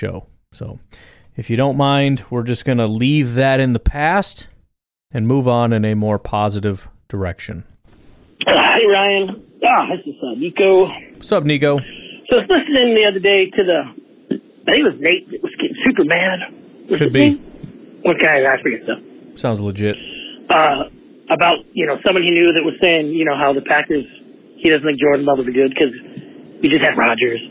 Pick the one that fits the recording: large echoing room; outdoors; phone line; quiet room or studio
phone line